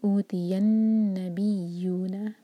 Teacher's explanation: नून पर गुन्ना, दो सेकंड्स का टाइम देंगे